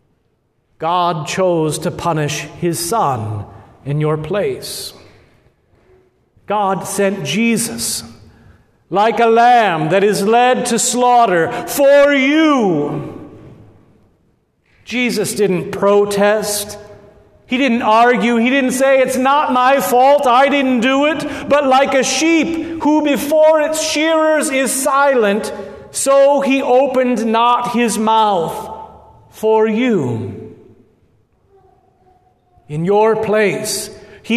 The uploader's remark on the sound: at Good Shepherd Lutheran Church in Lincoln Nebraska